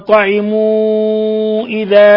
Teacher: مد منفصل تقدم نظيره، مد من أربع إلى خمس حركات